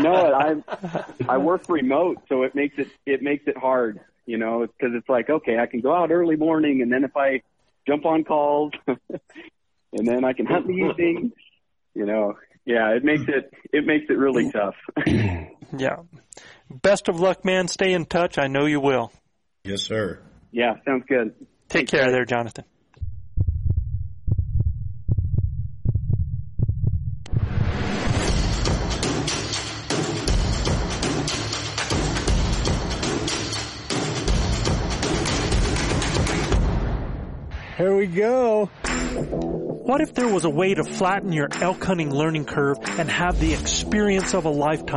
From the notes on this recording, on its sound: Live caller Q&A! They brought in a huge crew too.